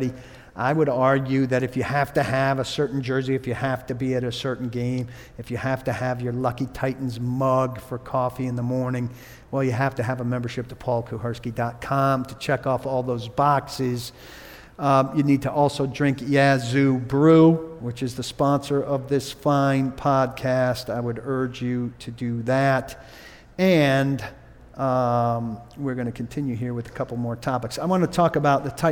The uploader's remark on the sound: Live From Dawghouse Saloon.